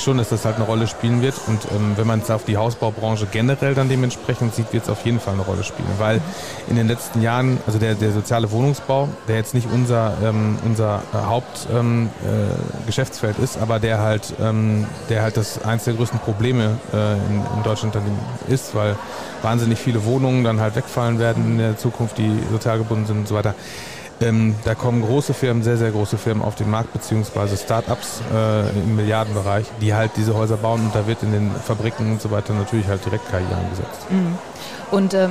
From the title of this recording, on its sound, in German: Spezialfolge live vom Online Marketing Day